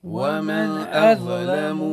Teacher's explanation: مفخم بين مرققين، الهمزة مرققة واللام مرقق